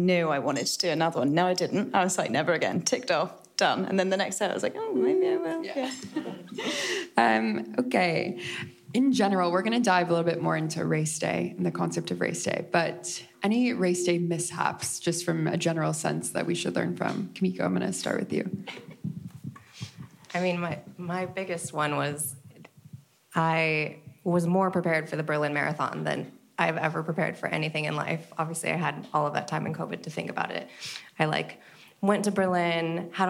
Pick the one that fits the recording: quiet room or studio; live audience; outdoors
live audience